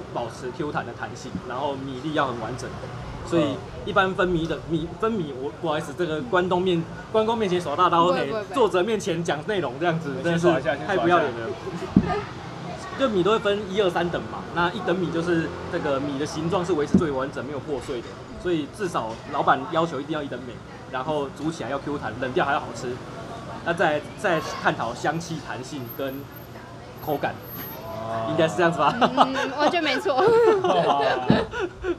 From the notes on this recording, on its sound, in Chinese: 錄音地點：台南 牽咖啡 Chen Coffee